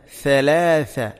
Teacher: നാവിൻ്റെ അറ്റം ഇരു മുൻപല്ലുകളുടെ ഇരു നിരകൾക്കിടയിലൂടെ അല്പം പുറത്തോട്ട് വരണം